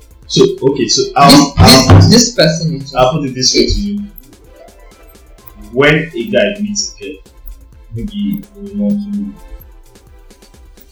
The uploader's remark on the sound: there was a bit of issue with the sound